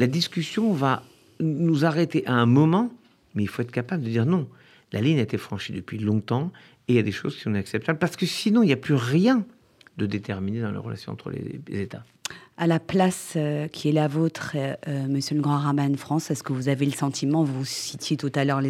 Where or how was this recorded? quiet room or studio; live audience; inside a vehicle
quiet room or studio